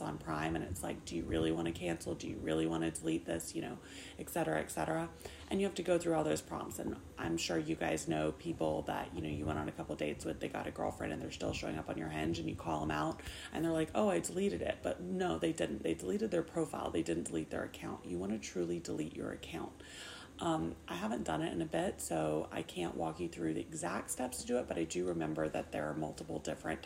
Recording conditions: sounds in the background